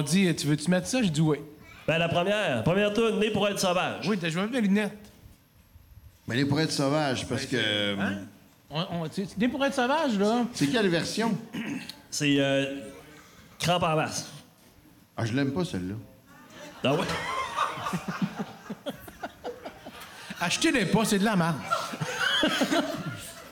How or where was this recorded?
live audience